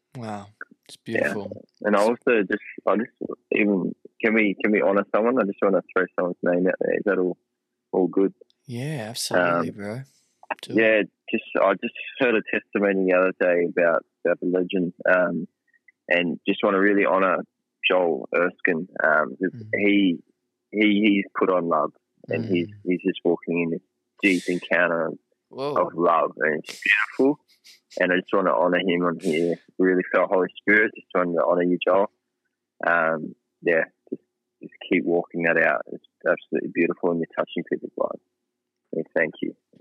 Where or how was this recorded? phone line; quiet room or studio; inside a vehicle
phone line